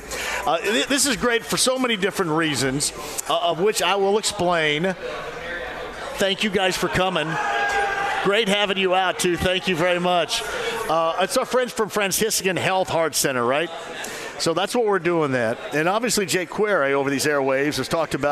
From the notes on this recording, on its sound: LIVE from the Back 9 Fan Golf Outing